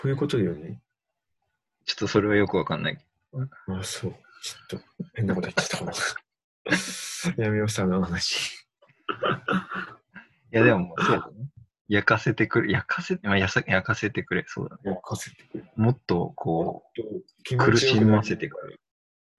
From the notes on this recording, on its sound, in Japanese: リモート録音なので音質はそこまでよくありません。